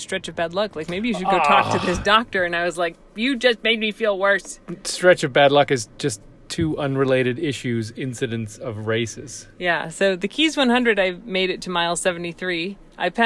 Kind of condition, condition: setting, inside a vehicle